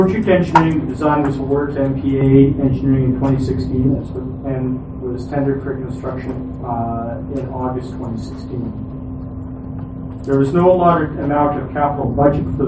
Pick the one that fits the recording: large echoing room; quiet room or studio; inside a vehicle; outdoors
large echoing room